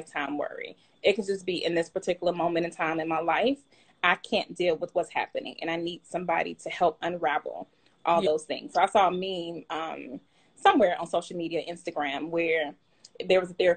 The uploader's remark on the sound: went LIVE with me on Instagram